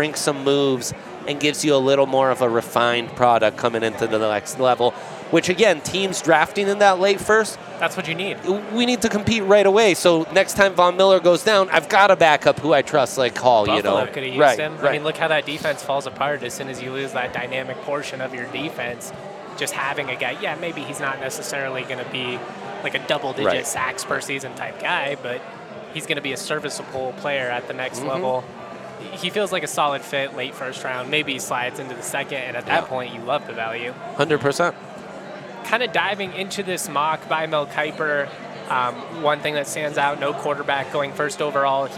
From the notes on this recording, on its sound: Live from Breckenridge Brewery.